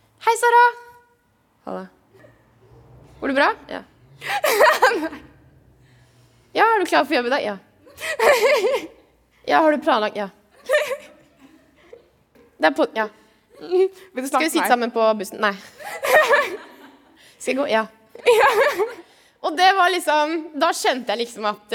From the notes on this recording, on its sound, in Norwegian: foran et levende publikum under Trondheim Pride